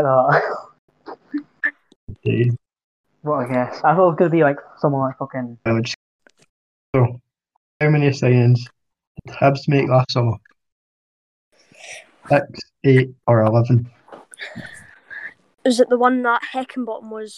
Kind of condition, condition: fault, poor sound quality